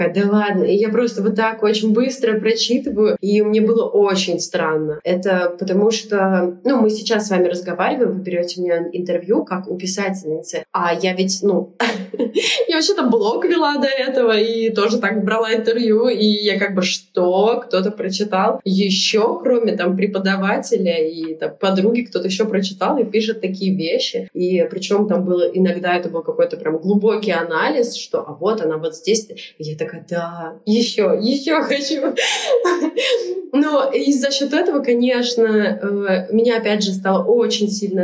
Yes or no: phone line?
no